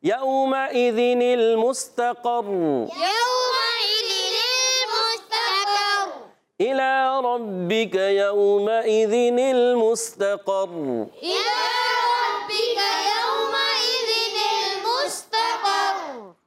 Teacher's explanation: اور قاف موٹا ہے، حرف مستعلیہ میں سے ہے، زبان کی جڑ تعلق نرم حصے سے ادا ہوگا، اور را مشدد ہونے کی وجہ سے دو مرتبہ پڑھی جائے گی.